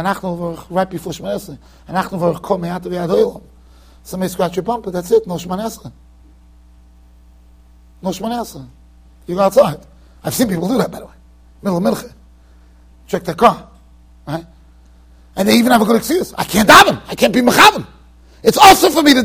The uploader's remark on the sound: Shiur recorded in Yeshivas Ohr Reuven, Monsey NY.